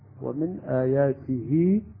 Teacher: هنا أيضا هذا أصبح عندنا مد منفصل، آياته حرف الهاء المكسورة أصبح ياء